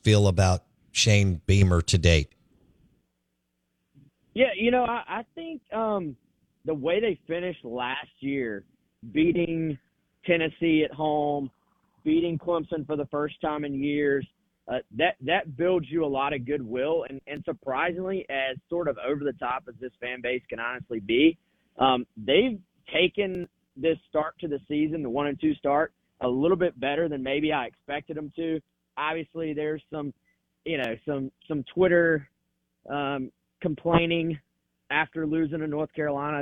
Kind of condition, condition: link, phone line